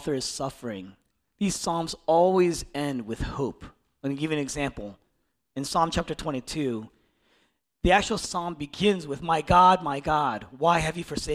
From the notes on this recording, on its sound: originally preached in East Falls, Philadelphia